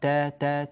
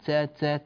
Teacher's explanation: وميز السين من التاء في اللفظ بإعطاء التاء شدتها · Shown in: first take